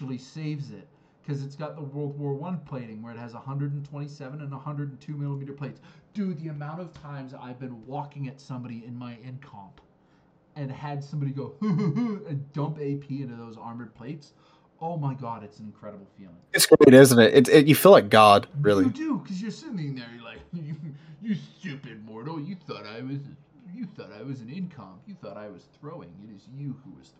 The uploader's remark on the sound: the audio for this week is scuffed, during our test recording session, OBS used my default mic, and when I started recording for real, for some reason not known to man it swapped to my webcam, sorry about that.